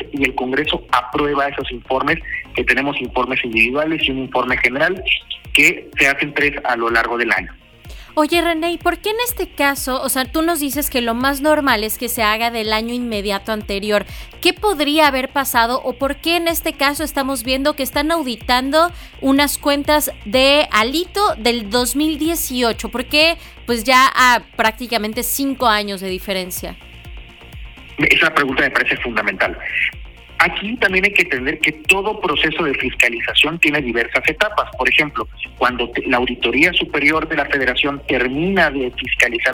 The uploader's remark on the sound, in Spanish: Entrevista telefónica